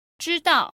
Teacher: That's the first tone and the fourth tone.